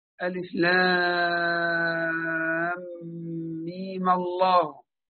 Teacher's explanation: وذكرت لكم في الدرس الماضي أنه يستثنى من ذلك الميم في قوله تعالى ألف لام ميم الله، فهنا حركنا الميم بالفتح منعا من التقاء الساكنين، وأيضا من أجل تفخيم لفظ الجلالة، تفخيم لفظ الجلالة.